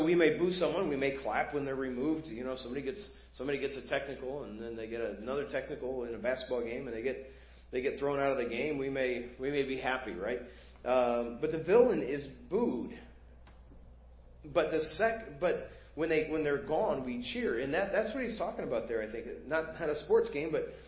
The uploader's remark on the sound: Preached at First Baptist Church of Hazel Park